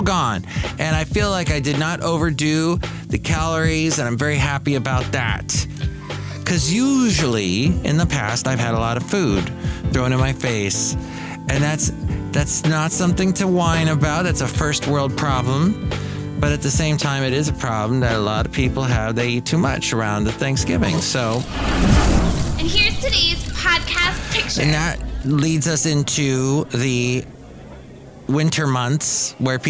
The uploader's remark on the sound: podcasts live from Cafe Anyway